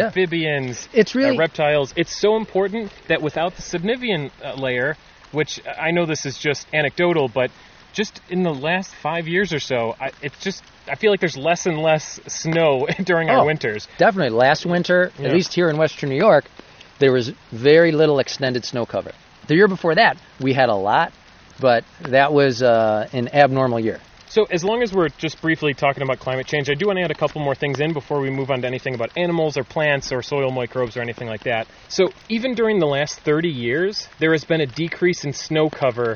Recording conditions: outdoors